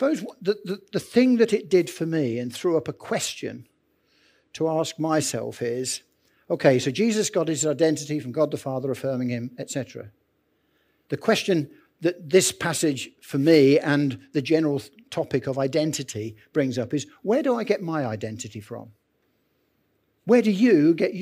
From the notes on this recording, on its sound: Recorded Live at Central vineyard, Northampton, 5th March 23